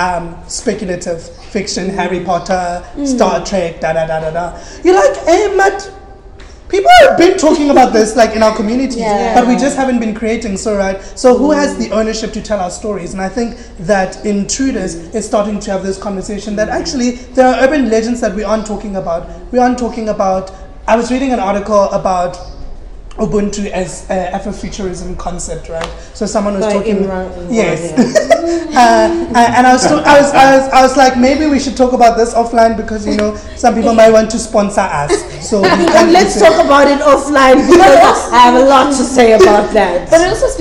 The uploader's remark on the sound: in a live podcast